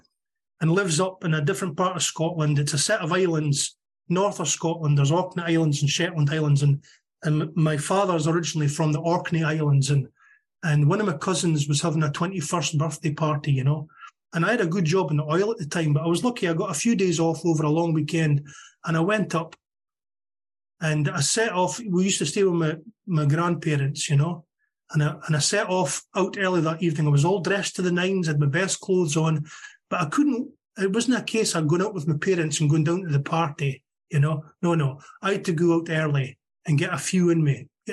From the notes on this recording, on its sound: Meeting held on zoom. From Aberdeen Scotland.